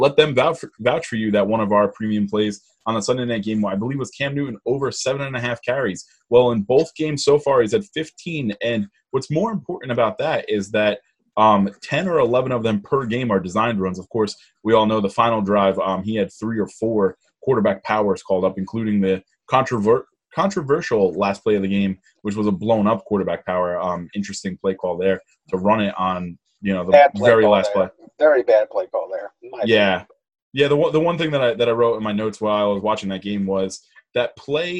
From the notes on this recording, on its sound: The gang is back together (remotely on Zoom).